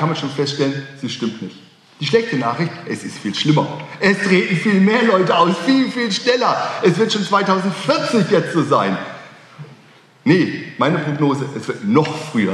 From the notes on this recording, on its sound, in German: Öffentlichen Vortrag. Hatte das Theologische Forschungskolleg der Universität Erfurt.